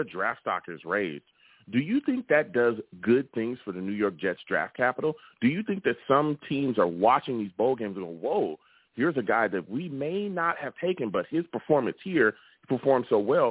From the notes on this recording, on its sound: I also take live callers!